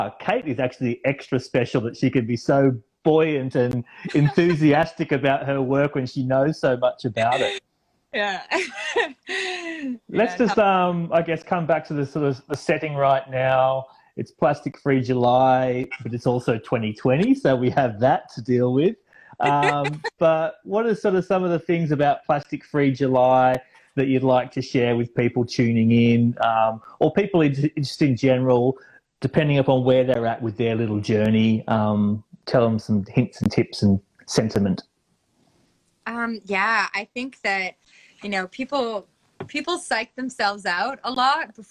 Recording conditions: video call